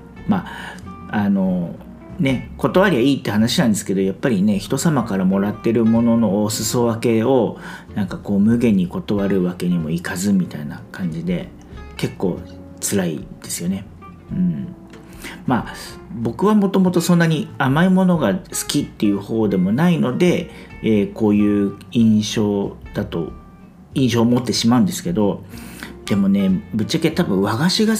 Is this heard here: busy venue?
no